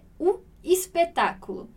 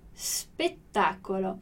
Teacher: Então, dizer U, a gente fala U espetáculo. A gente muda o O pelo U e o E pelo I · Shown in: first take